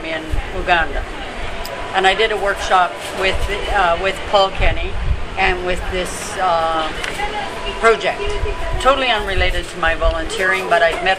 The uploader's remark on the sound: Sat down at the Kebab hut in Vancouver.